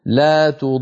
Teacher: الراء بضغط وبقوة إشعارا للسامع أن هذه الراء التي وقفت عليها راء واحدة هي في الوسط راء.